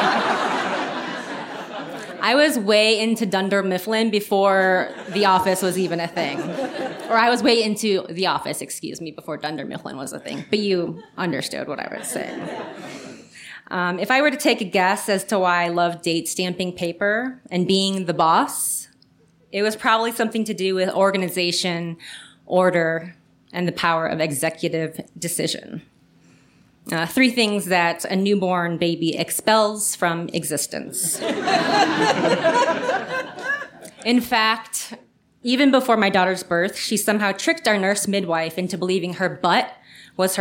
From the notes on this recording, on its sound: live on 19 June 2019 in Denver